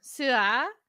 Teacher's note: I think it's a flat tone, which means mat, like sleeping mat